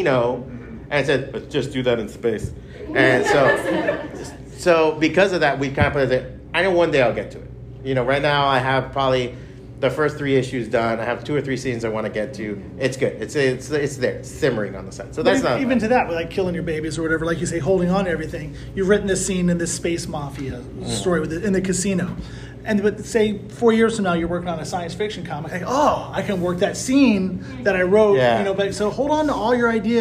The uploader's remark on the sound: Taped live at BEYOND COMIC-CON